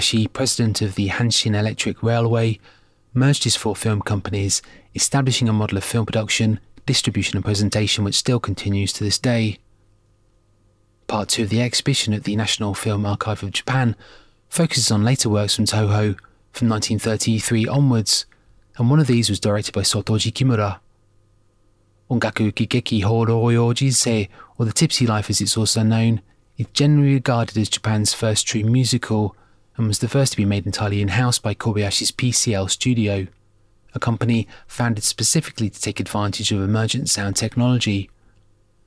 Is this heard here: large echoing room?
no